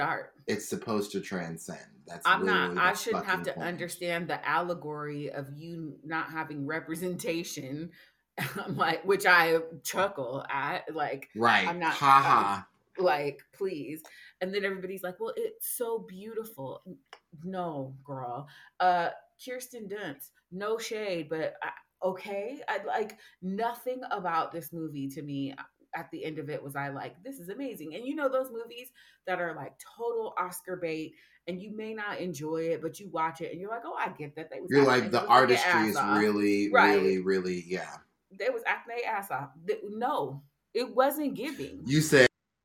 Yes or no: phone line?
no